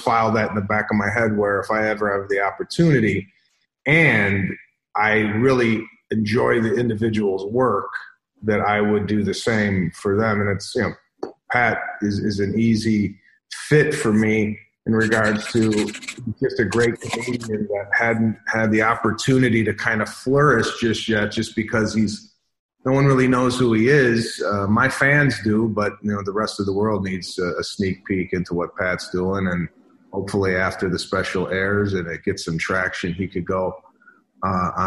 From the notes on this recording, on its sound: Sat down with me on Zoom.